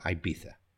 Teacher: Even though it's spelled I-B-I-Z-A, we have that TH sound at the end